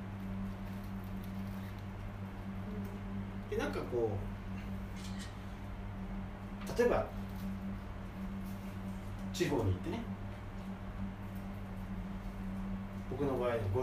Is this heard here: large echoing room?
yes